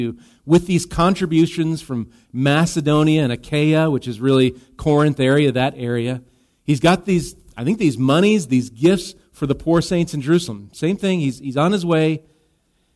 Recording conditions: large echoing room